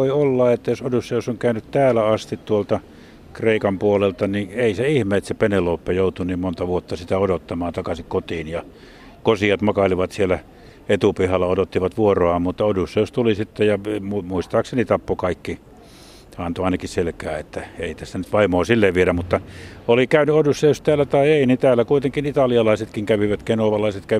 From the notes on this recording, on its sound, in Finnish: äänityskohteeksi valikoitui varsin oivallinen ja kompaktin kokoinen kaupungin museo